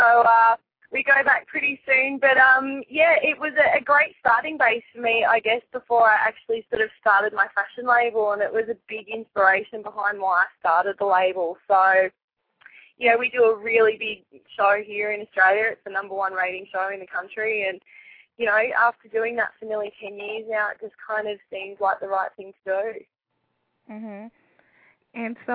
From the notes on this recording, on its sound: calling in from Sydney, Australia